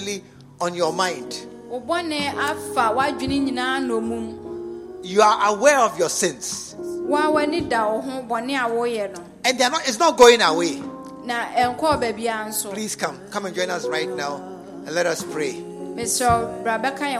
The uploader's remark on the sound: Preached at the True Vine Cathedral, Bantama.